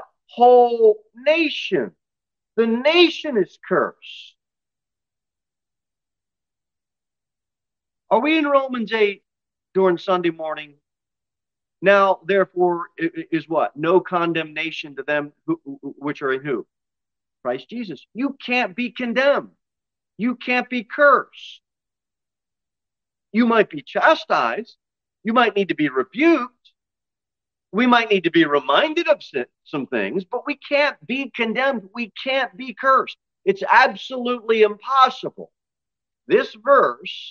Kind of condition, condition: setting, large echoing room